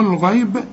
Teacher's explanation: الغيب ما دام مفتوحة تبقى مفخمة